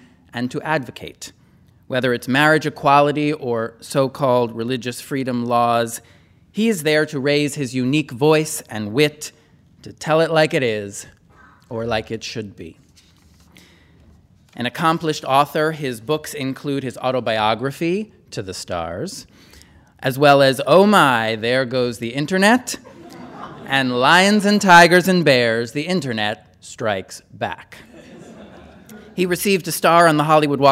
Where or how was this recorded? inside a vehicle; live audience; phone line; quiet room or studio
live audience